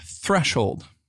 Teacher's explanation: The th sound at the beginning is very quiet, and so running it through an improperly set gate may make it sound more like threshold or threshold.